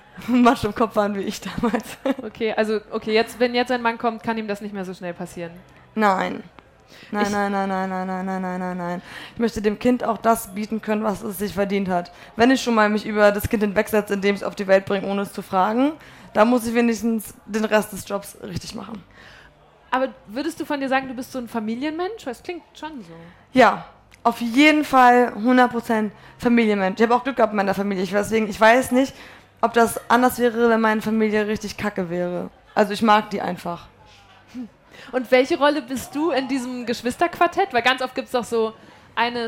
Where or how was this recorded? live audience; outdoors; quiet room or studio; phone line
live audience